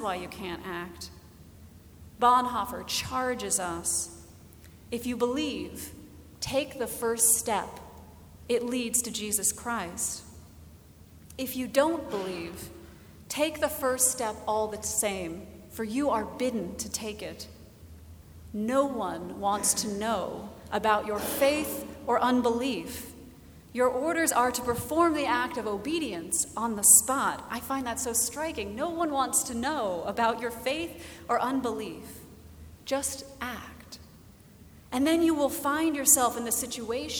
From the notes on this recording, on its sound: Recorded August 13, 2017 at Trinity Presbyterian Church in Bixby, Oklahoma.